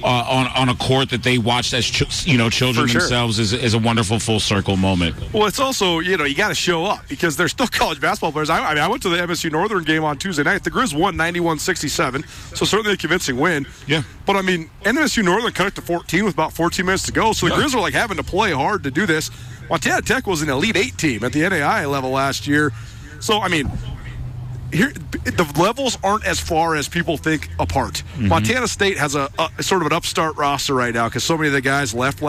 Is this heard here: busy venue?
yes